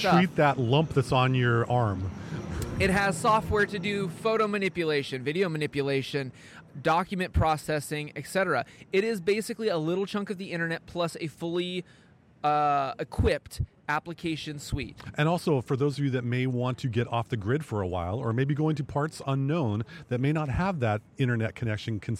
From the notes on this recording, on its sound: Recorded LIVE on the streets of Bham, at Camber Coffee